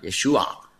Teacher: Das ist ein Ayin. Das ist ein Kehllaut ganz tief da unten. Man benutzt den auch im Arabischen heute.